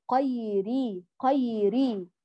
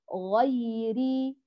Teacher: البعض للأسف يقلب الغين إلى قاف · Shown in: first take